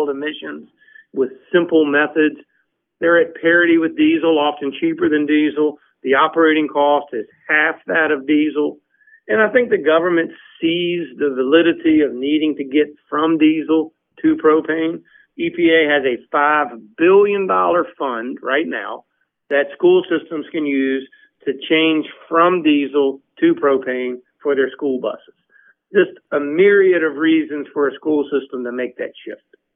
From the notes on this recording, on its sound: called in to share information